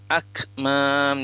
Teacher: kaf itu tidak boleh mantul